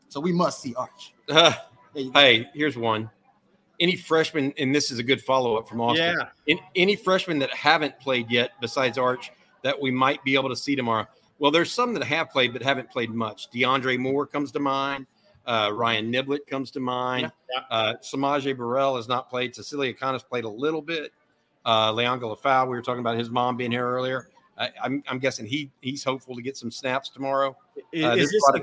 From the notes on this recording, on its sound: Longhorn Livestream LIVE from The Co-Op! Is LIVE from The Co-Op talking Texas vs Wyoming.